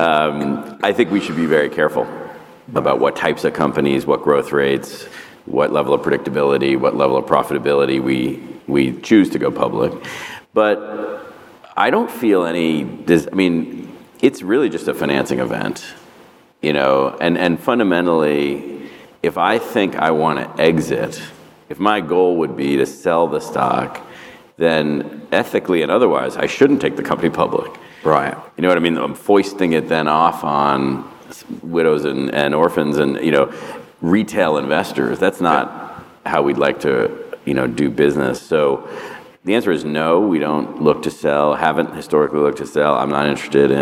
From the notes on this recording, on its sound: This recording is from Fintech Nexus USA (formerly known as LendIt Fintech USA) held at the Javits Center in New York City on May 25-26, 2022. It is from our Keynote stage.